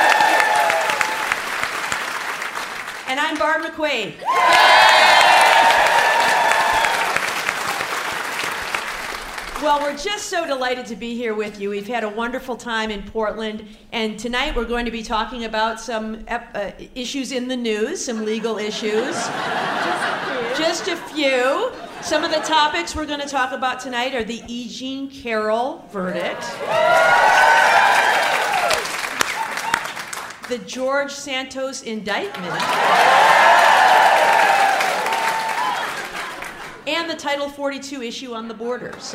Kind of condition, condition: setting, live audience